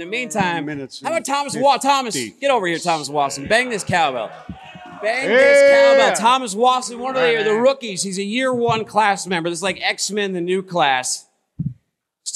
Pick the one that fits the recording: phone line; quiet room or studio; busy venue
busy venue